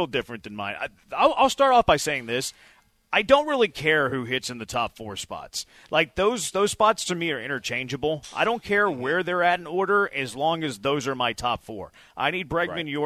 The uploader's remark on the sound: LIVE from X-Golf in Katy!